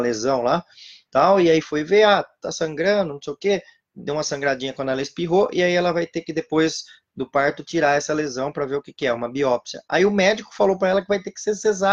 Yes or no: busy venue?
no